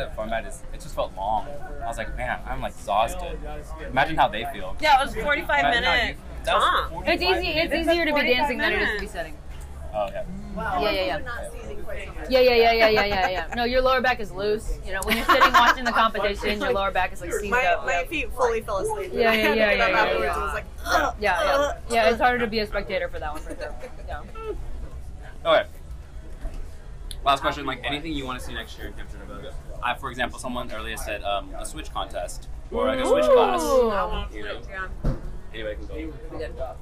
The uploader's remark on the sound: We brought a mic around Cal Anderson Park across the street from Centruy Ballroom and talked to dancers in their down time.